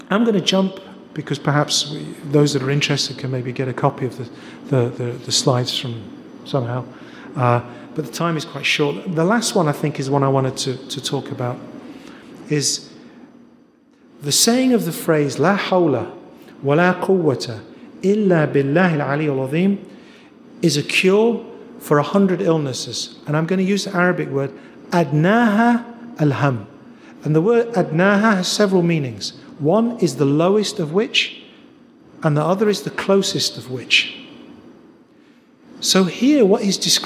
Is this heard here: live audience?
yes